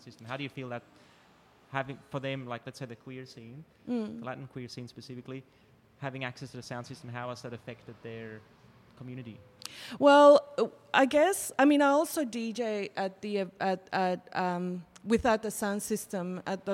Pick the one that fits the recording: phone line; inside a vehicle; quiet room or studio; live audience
live audience